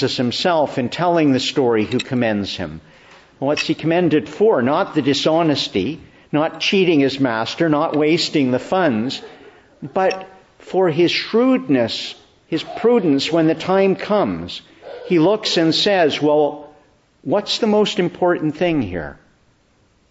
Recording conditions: large echoing room